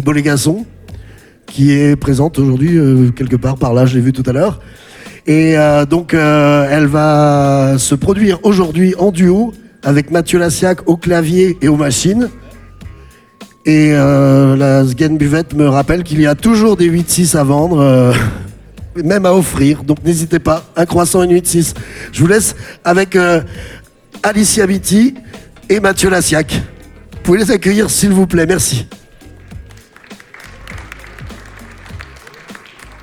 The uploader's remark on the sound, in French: En direct sur Radio Albigés et RADIOM. A livré à l'assistance du FOMAC un mini-concert plein d'énergie et de tendresse.